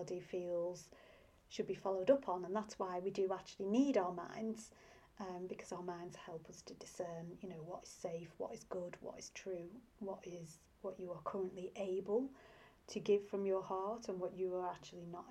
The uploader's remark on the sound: You may also need the sound turned up as I recorded this some time ago, without a mic!